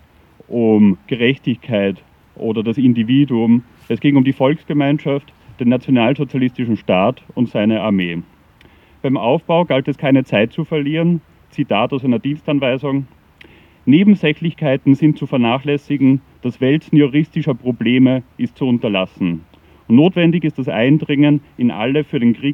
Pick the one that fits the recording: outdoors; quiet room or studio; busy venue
outdoors